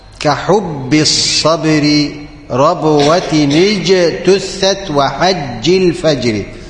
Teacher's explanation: واحرص على الشدة والجهر الذي فيها يعني الباء وفي الجيم